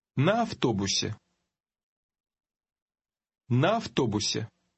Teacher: Did you hear how the «а» at the end of the first word combined with the «а» at the beginning of the second?